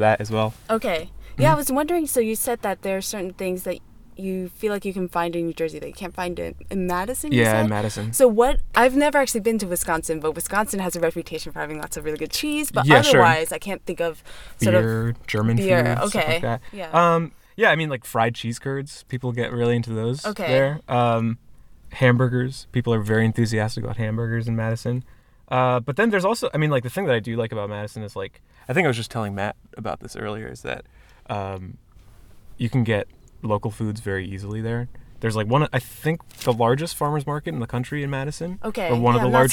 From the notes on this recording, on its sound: Recorded August 9th, 2015 outside of the Great Scott in Allston, MA.